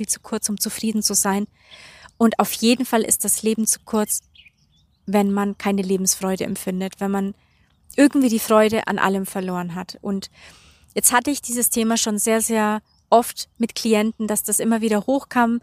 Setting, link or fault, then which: setting, outdoors